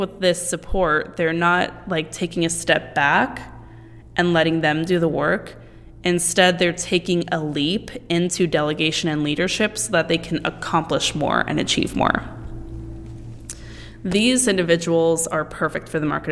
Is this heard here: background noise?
no